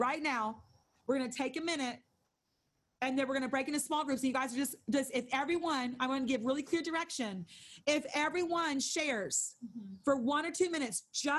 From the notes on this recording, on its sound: Held over zoom.